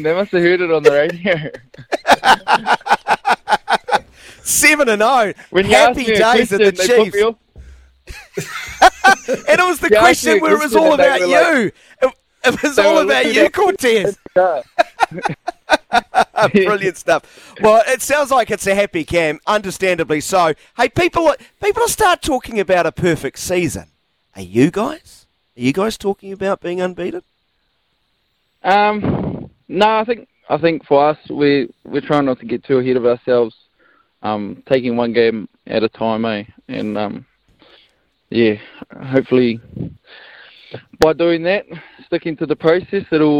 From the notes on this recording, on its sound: was all smiles on the phone this morning